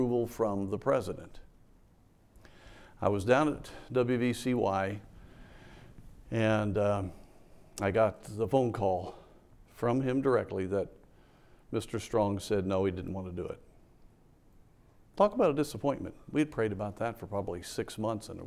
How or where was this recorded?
large echoing room